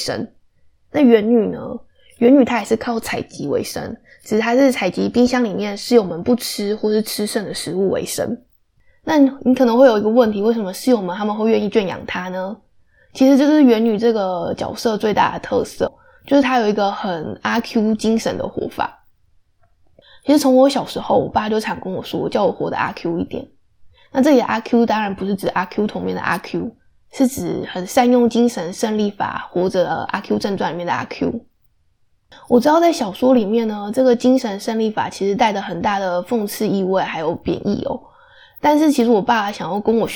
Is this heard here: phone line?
no